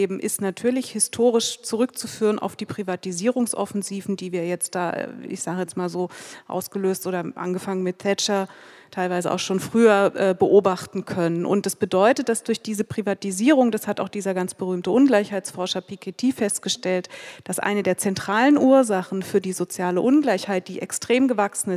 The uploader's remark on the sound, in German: Eine Audio-Aufzeichnung der Veranstaltung zu der Frage «Wie geht es weiter nach dem Erfolg der Kampagne DW enteignen?». Das Gespräch wurde im Dezember 2022 in der Volksbühne aufgezeichnet.